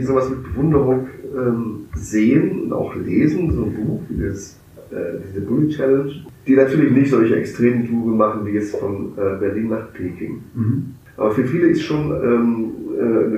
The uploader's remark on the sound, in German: Das folgende Gespräch war eine unserer ersten Aufnahmen und leider ist die Tonqualität alles andere als perfekt.